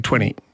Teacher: Now, when I'm speaking quickly, 20, you know, and it becomes, the T almost disappears in the middle of the word.